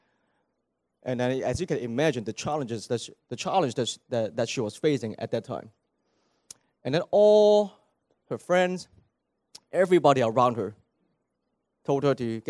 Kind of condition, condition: setting, large echoing room